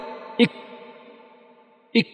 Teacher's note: إك لو لاحظت ودققت ستجد أن الصوت الذي خرج فيه الهواء تلا تحقيق المخرج